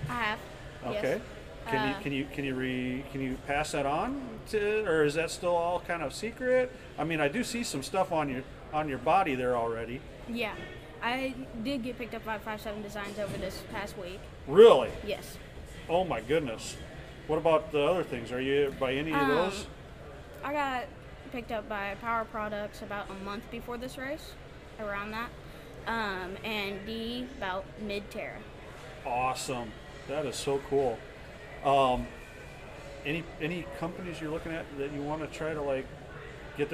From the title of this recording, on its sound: Live from the 2020 RC Chili Bowl